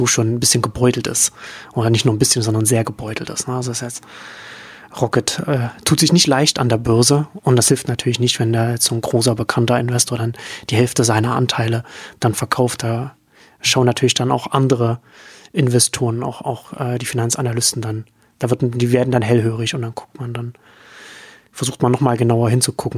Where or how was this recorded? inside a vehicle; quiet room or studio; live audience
quiet room or studio